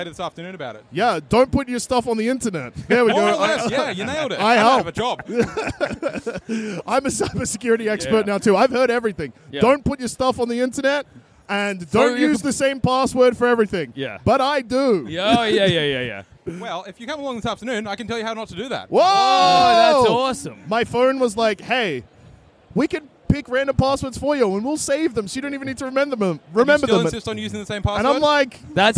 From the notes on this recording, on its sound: Record the first ever second ever podcast live from the floor of PAX AUS (2023).